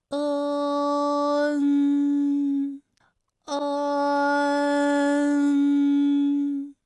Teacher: 口型是从开到闭，舌位的移动比较小 · Term: 前鼻音